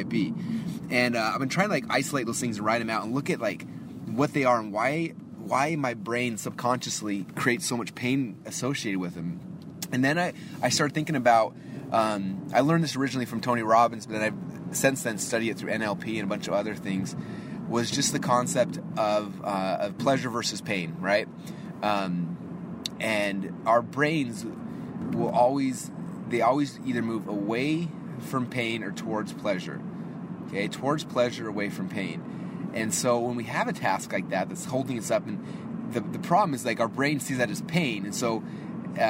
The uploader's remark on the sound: I am actually driving to the office, and I wanted to do a really quick Marketing in Your Car Podcast so here we are.